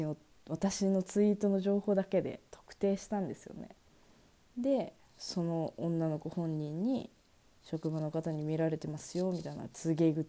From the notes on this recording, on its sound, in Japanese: すみません、前半はマイクが服に擦れないよう気遣っていたのですが後半また雑音入ってます。ごめんなさい。